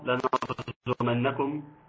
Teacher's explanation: الراء مفخمة لأنها ساكنة وأتى بعدها وقبلها مفتوح